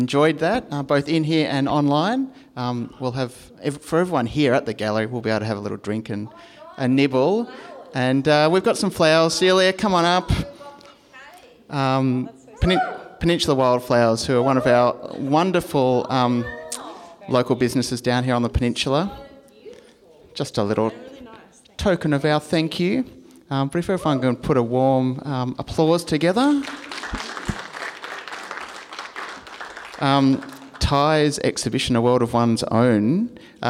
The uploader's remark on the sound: As part of the exhibition of A World Of One’s Own at Mornington Peninsula Regional Gallery in May 2021, this talk was held as a live event with an audience in the gallery.